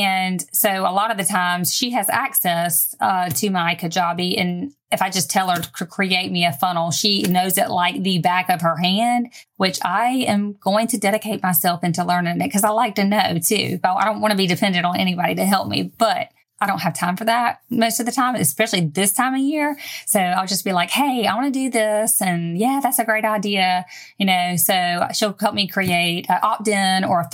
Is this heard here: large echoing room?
no